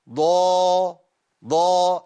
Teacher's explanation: خليت الإطباق مش موجود، ضيعت الصفة. ضيع الصفة ده يخلي الحرف باهت مش باين قوي.